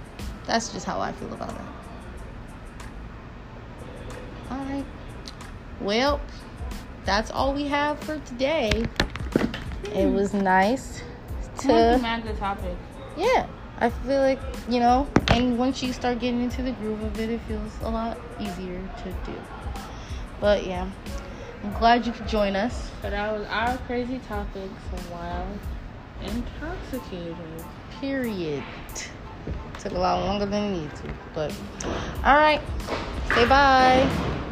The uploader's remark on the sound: sorry about the background noise we were outside